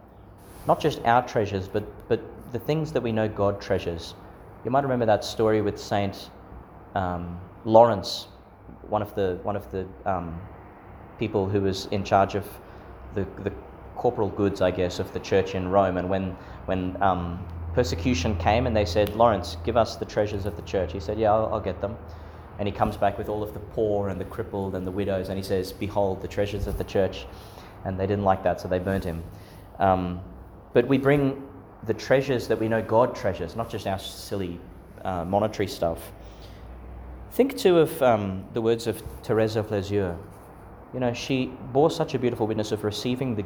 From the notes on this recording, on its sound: Homily for Epiphany Sunday, Christmastide, delivered at St Peter Chanel Church, Miriam Vale, Qld.